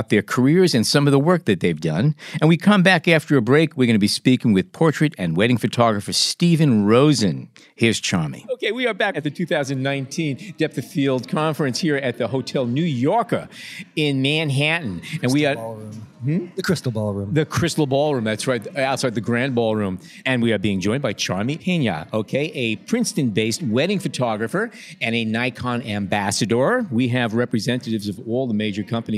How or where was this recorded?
busy venue